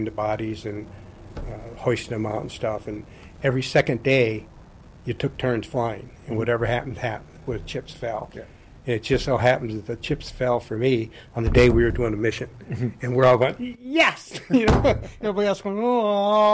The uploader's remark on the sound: The episode was recorded onsite at the fab Pima Air and Space Museum